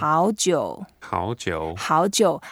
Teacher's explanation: so you can make the first, the 好, make it a bit lighter. So that would sound a little bit like a second tone